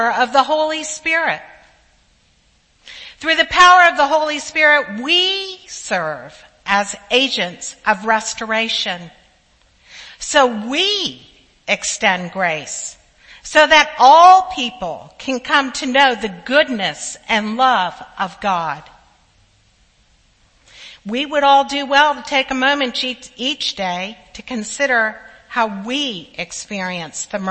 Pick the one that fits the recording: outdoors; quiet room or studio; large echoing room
large echoing room